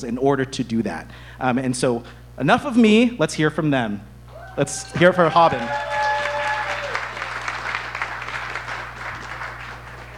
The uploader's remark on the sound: This EDTalk was recorded at Icehouse on November 13th, 2023.